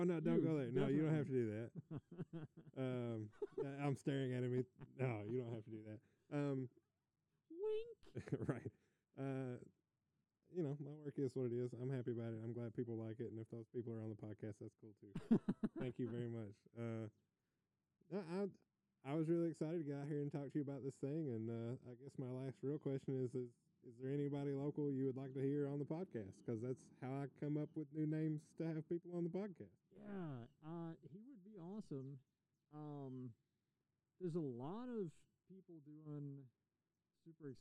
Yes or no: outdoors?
yes